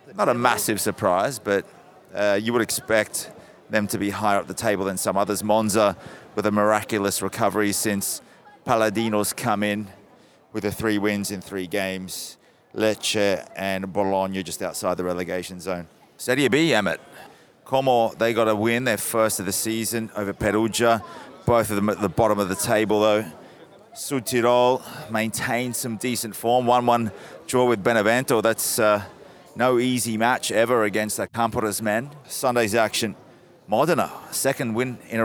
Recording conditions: busy venue